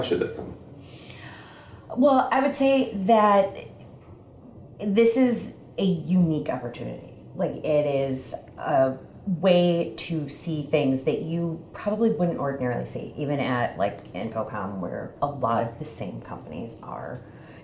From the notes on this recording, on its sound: Live From ISE 2024. We are live and in-person for this week's show in Barcelona.